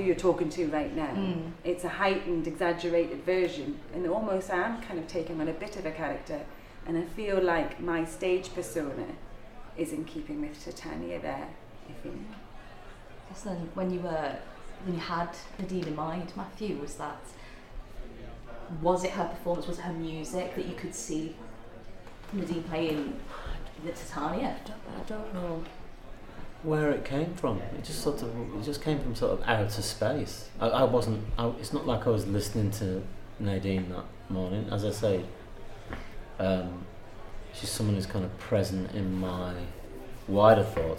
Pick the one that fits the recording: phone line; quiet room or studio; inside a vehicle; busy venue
busy venue